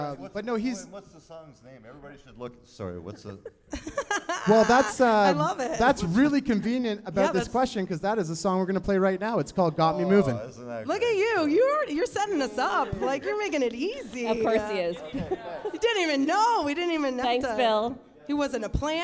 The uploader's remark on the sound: Pulls the live studio audience into the mix for a few questions and gives them a chance to interrogate the band.